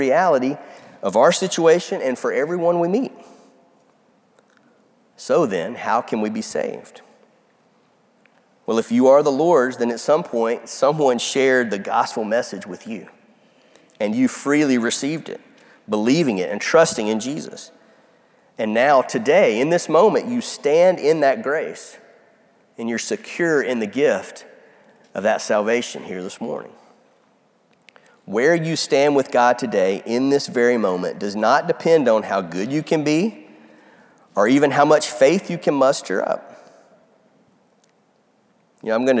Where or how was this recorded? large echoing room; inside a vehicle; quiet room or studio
large echoing room